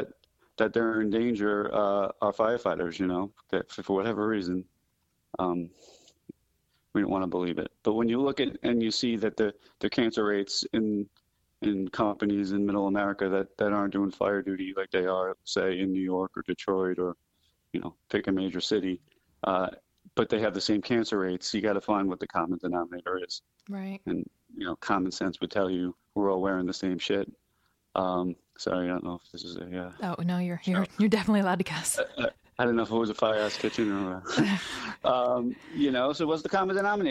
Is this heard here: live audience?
no